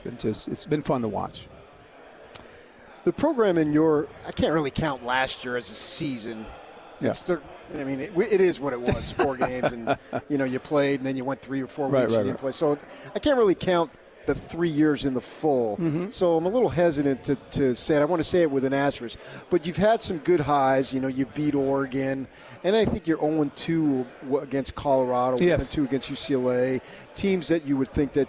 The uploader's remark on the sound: LIVE from Pac-12 Media Day in Los Angeles, CA